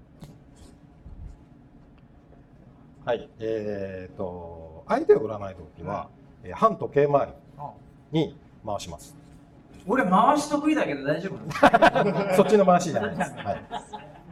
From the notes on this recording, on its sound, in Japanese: 公開収録SP。東京・新宿で開催された公開収録の様子をお届けします。2人くらいしか来ないだろうと思っていた会場ですが、お陰様で大賑わいでございました。